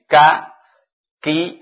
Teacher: Maka kaf ada sifat hams. · bersamaan keluarnya suara ada keluar nafas